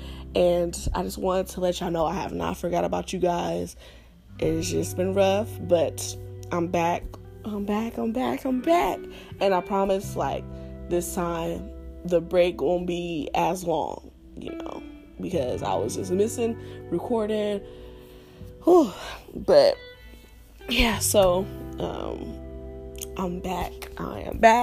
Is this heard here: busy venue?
no